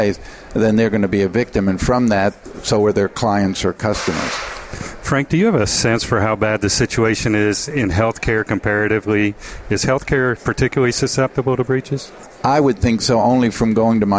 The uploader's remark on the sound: The episodes were broadcast live in Experian Health’s booth (#3503). The episodes were broadcast live in Experian Health’s booth (#3503) at the The HIMSS17 Annual Conference and Exhibition.